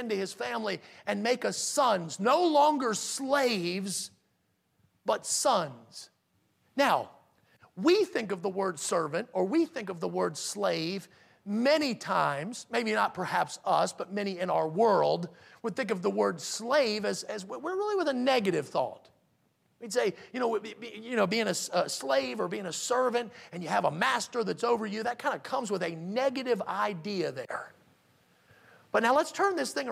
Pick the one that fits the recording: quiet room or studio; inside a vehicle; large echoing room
large echoing room